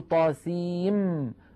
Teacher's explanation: لأن طاسين آخرها نون ساكنة وميم أولها ميم، فندغم النون في الميم فنقول طاسيم ولا نقول طاسين بالنون. · Term: إدغام